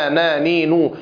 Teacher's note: فأما النون المتحركة فمخرجها من الفم مع الصوت الذي يكون من الأنف